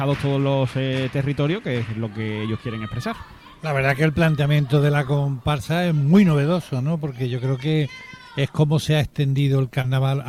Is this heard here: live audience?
yes